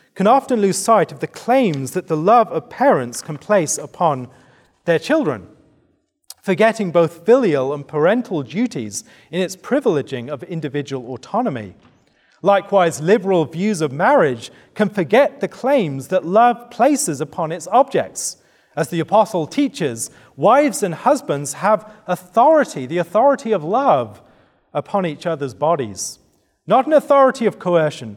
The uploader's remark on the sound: given at the 2023 Theopolitan Ministry Conference